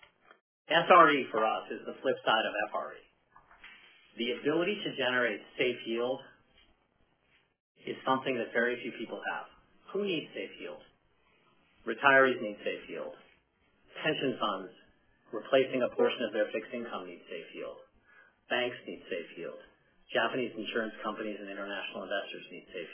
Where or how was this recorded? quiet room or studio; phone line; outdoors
phone line